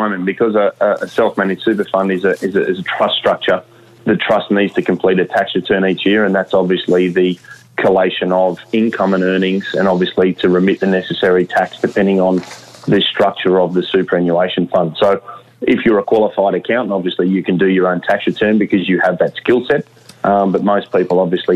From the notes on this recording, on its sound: Via telephone given the new social distancing requirements that have come into play.